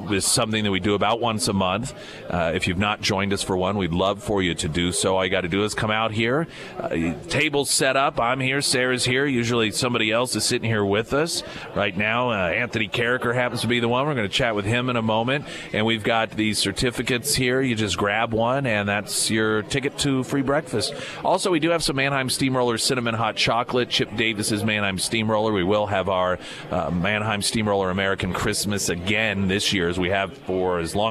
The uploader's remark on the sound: live at Scramblers Diner for the Friday Road Show